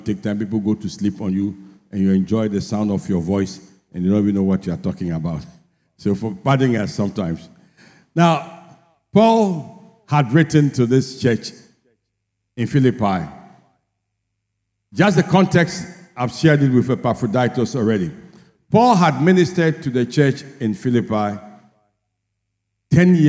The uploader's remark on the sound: Sermon preached at CBC Shiashie Campus